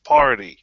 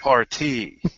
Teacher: the emphasis is on the second syllable instead of the first · Shown in: second take